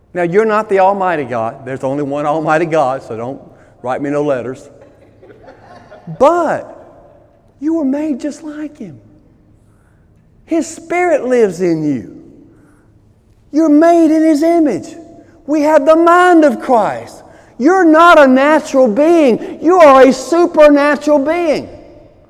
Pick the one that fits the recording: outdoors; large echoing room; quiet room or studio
large echoing room